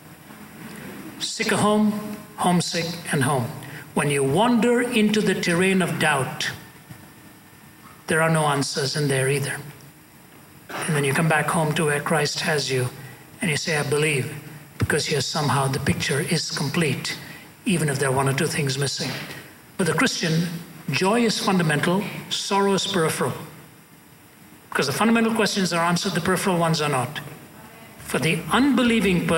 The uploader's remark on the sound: at a Q&A session at Columbia University